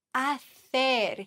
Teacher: hier haben wir ein C vor E, das heißt im offiziellen Castellano wird das C hier gelispelt